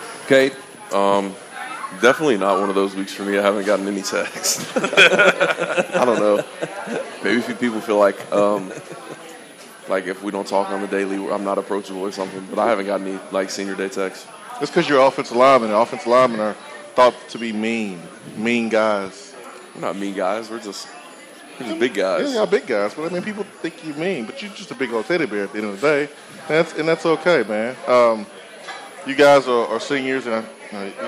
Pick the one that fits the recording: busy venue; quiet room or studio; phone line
busy venue